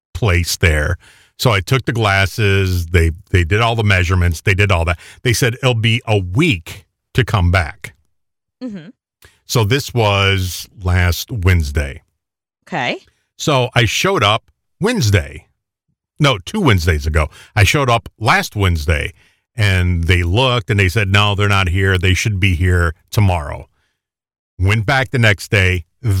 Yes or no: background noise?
no